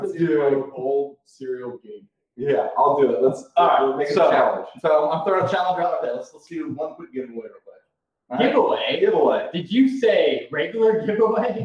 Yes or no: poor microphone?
yes